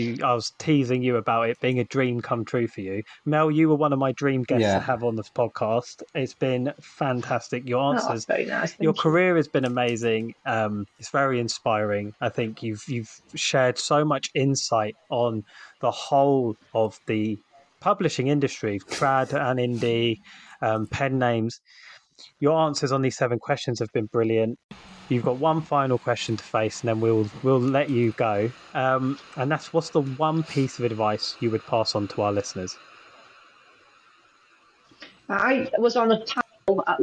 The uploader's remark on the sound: Please note, we experienced some technical difficulties when recording this show. Apologies for any audio issues.